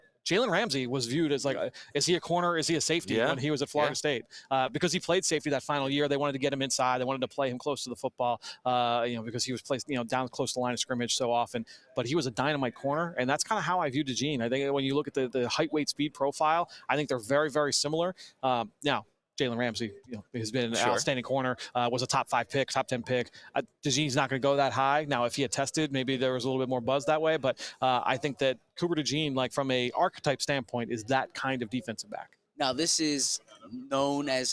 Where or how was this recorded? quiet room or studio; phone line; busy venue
busy venue